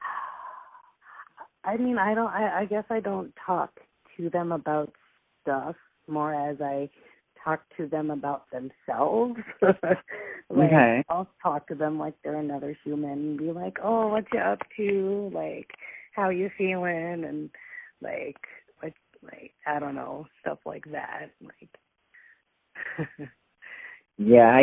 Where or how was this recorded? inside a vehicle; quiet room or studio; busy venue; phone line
phone line